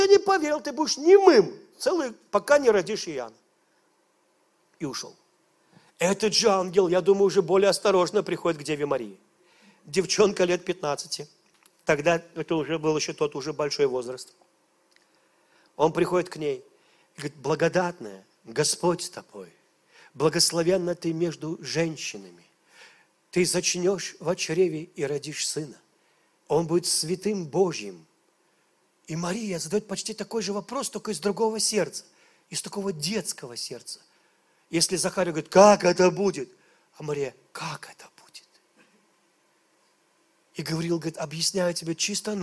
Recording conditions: large echoing room